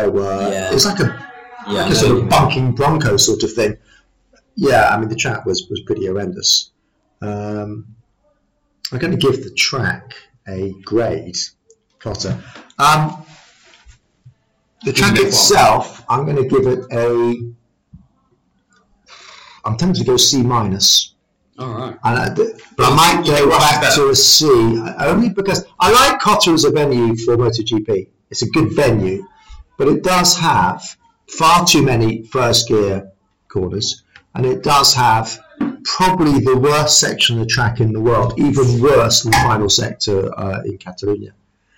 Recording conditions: poor sound quality